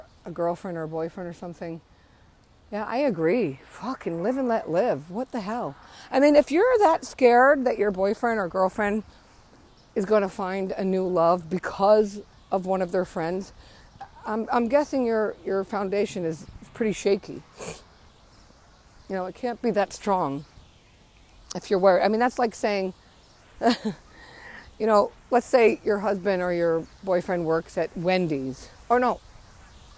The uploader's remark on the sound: Casual chat while I’m out walking around the playground